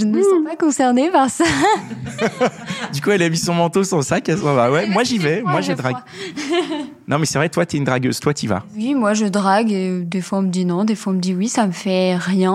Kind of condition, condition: setting, busy venue